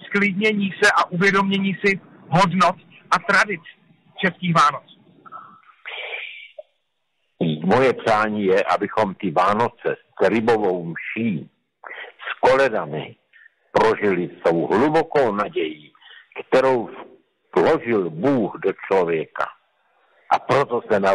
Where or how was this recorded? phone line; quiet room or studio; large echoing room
phone line